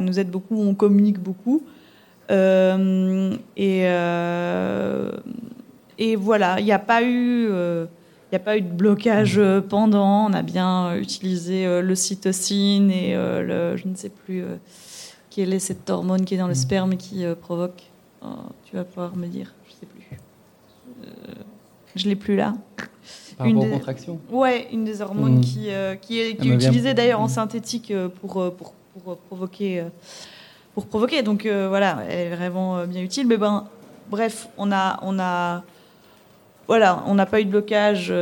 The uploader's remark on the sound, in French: Episode live lors du festival Podbxl. BXL pour y partager un épisode en live, en ligne et avec public en présentiel.